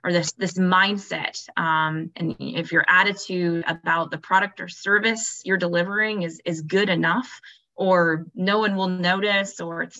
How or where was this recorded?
video call